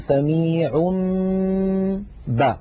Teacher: كذلك إن أتى تنوين مثلا والله سميع بصير، والله سميع آخرها تنوين سميع، نقلب هذا التنوين الذي هو في الحقيقة نون ساكنة نقلبه إلى ميم ثم نمط غنته نقول سميع با، فنطبق الشفتين على الميم وعلى الباء التي بعدها إطباقا واحدا